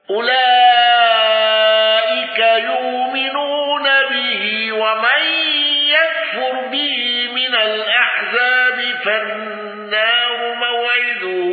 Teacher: قالون بتوسط المنفصل والغنة، واندرج معه من اندرج.